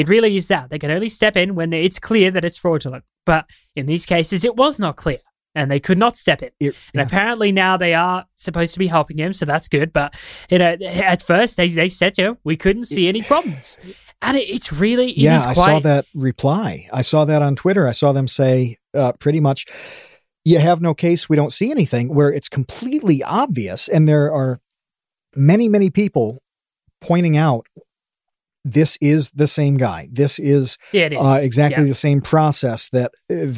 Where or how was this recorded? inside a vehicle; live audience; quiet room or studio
quiet room or studio